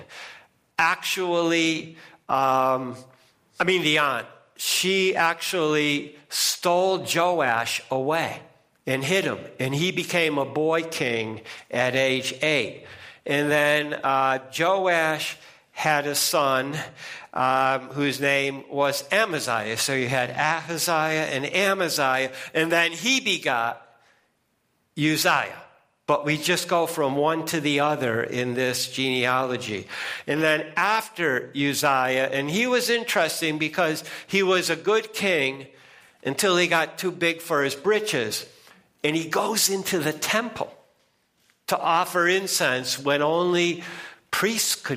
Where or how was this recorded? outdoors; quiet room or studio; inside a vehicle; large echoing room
large echoing room